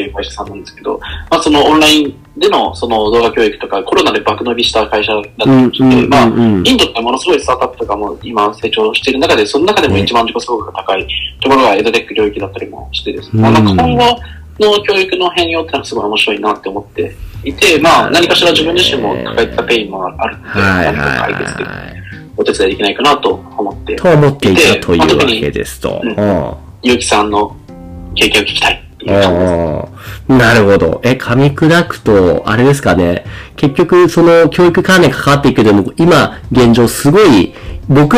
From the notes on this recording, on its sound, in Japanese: 今回機材トラブルで音割れが発生しております。